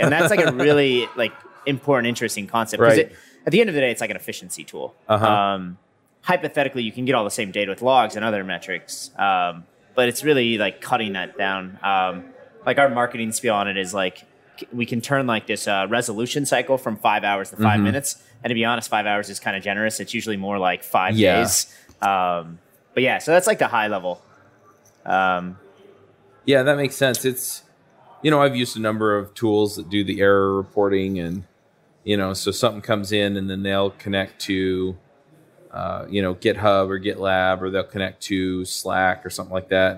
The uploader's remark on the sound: LIVE at Microsoft Build